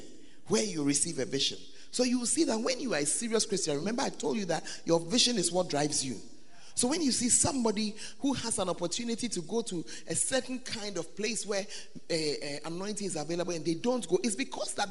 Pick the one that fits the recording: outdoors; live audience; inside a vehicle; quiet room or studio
live audience